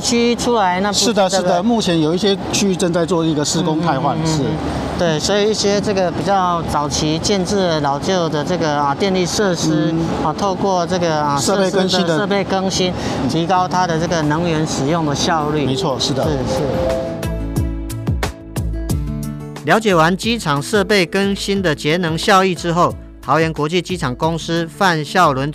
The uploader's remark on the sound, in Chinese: 這次走出錄音間，我們要帶大家前往桃園國際機場。以及實地體驗導覽活動，透過聲音紀錄與聽眾分享第一線的感受。